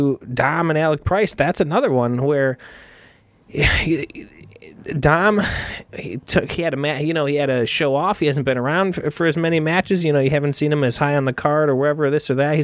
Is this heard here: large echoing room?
no